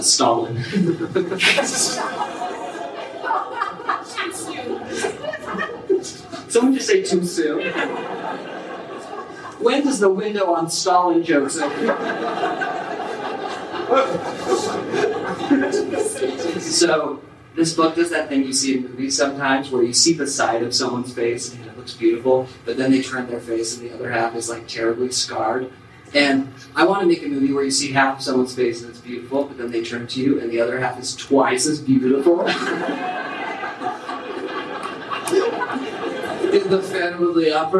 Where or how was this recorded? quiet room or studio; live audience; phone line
live audience